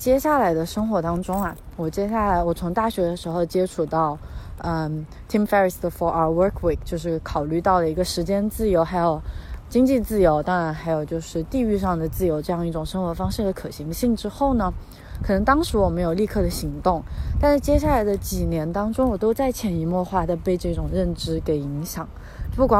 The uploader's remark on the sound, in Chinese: 在新冠肺炎刚刚出现时，是一边散步一边录制的。